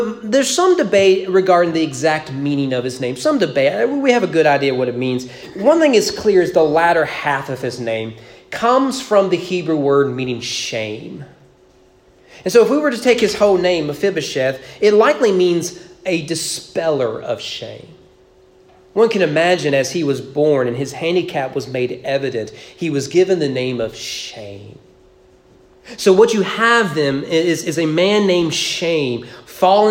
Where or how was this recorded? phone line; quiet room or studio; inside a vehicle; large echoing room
large echoing room